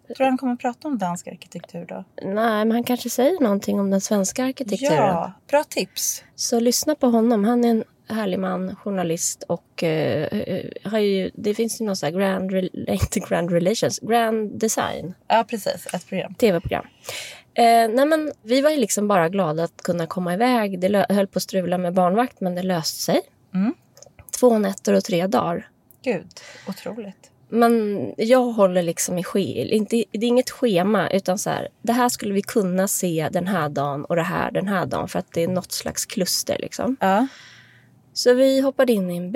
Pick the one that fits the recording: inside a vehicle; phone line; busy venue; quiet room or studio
inside a vehicle